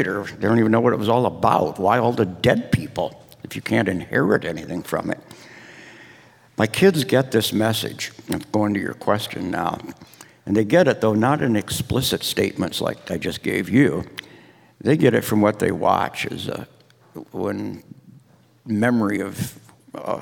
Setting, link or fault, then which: setting, live audience